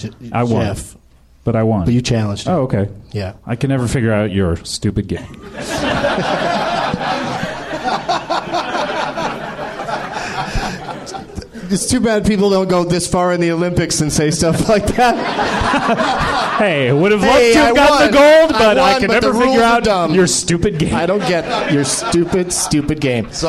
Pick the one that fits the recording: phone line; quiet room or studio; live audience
live audience